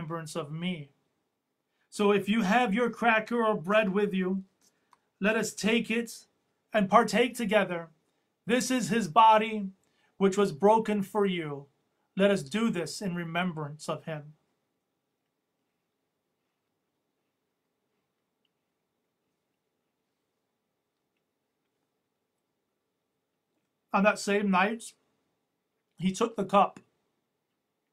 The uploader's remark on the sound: Audio from our Maundy Thursday Service during the COVID-19 Pandemic.